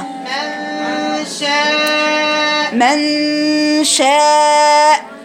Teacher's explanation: هاتي بقى الشين في وسط اللسان مع الحنك الاعلى